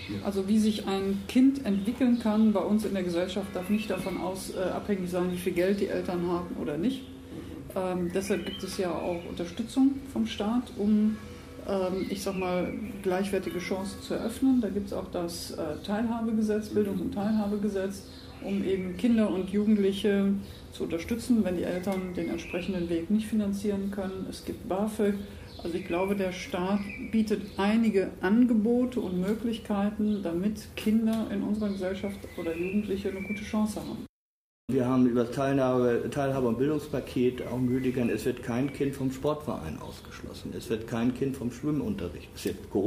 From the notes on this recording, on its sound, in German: Audio-Zusammenschnitt: Dinner4Two-Veranstaltung. In Lüneburg.